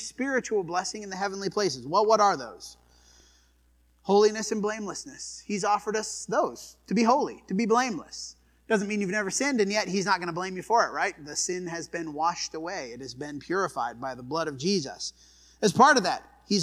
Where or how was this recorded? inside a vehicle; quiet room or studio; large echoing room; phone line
large echoing room